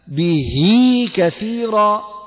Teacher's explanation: به كثيرا، كذلك جعلنا بجوار الهاء ياء في حال الوصف، ولذلك تسمى مد الصلة. وهذه الصلة تسمى الصلة الصغرى، الصغرى لأننا نمدها بمقدار حركتين